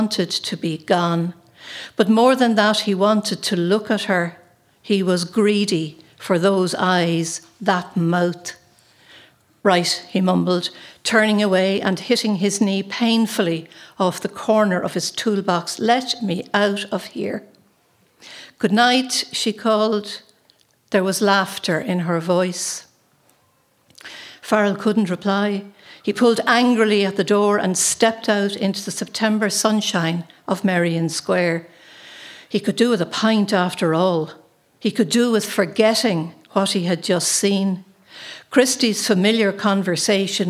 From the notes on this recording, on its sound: Arlen House Book Launch. Recording from Friday 8 April; a bumper book launch celebrating the release of 5 new exciting titles from Arlen House.